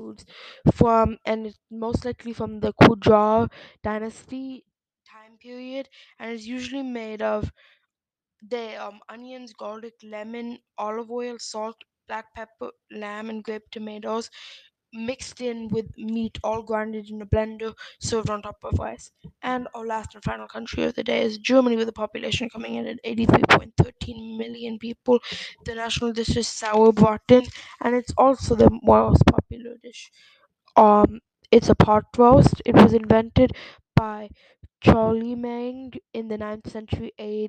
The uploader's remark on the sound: Sorry for the bad and inconstant audio